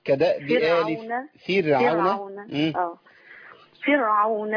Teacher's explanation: نرقق الراء بتاعت فرعون